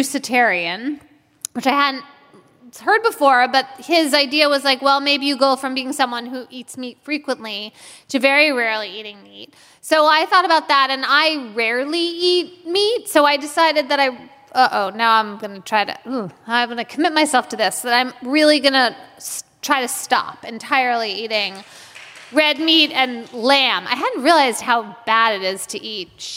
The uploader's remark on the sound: Live in Washington D.C. Live and on stage.